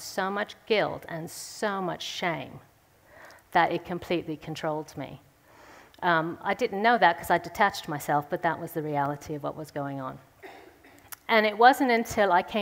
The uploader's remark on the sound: speaks at the Third Person conference in session 3